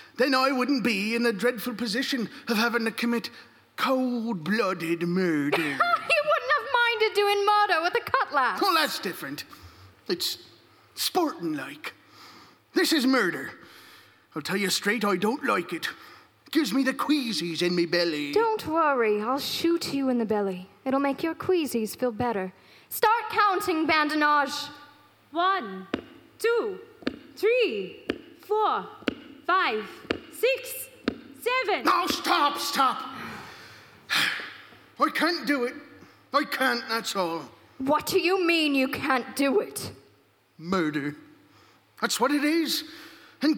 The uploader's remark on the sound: Re-Imagined Radio sampled from the 2019 live performance by actors from Metropolitan Performing Arts and other community volunteers recorded in Kiggins Theatre, Vancouver, WA.